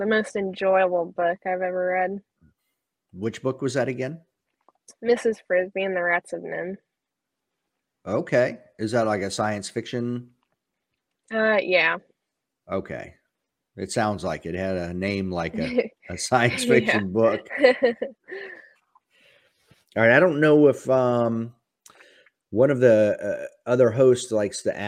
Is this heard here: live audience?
no